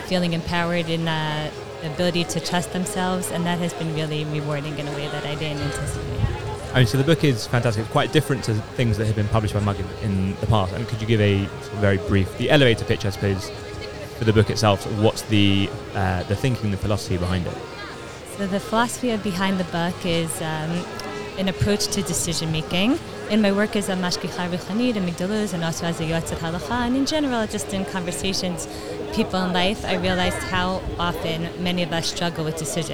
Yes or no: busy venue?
yes